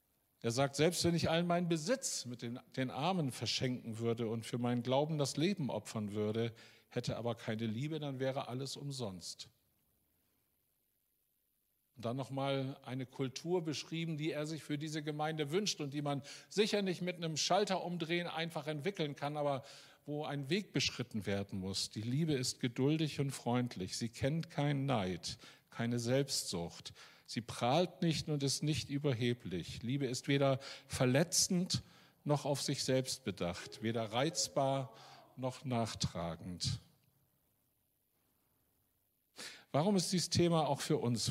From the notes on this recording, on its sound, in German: Aufzeichnung der Predigt des Gottesdienstes